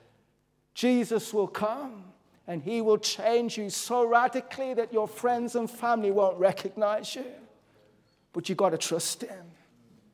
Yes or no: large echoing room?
yes